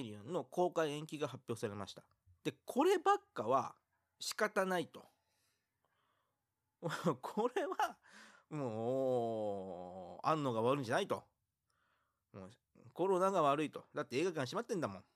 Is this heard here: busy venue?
no